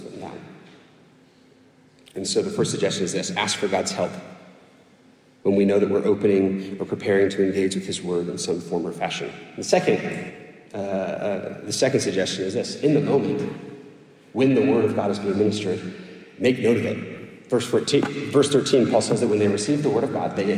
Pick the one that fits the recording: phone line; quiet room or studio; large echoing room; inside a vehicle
large echoing room